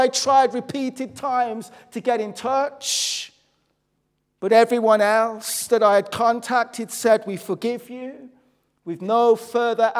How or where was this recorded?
large echoing room